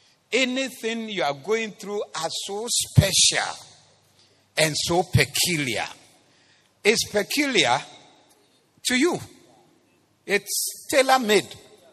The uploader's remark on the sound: Preached at the Zeloo Service